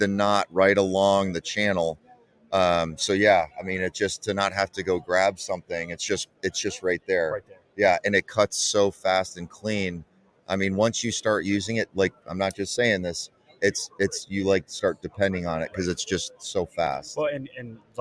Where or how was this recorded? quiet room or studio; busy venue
busy venue